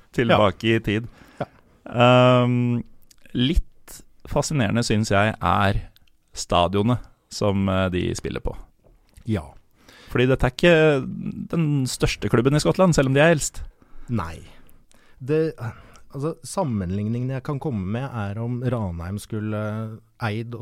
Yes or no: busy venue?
no